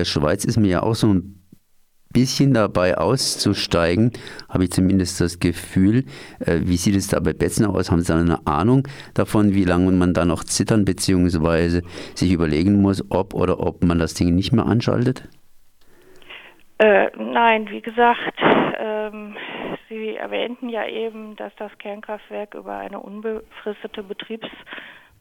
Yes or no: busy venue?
no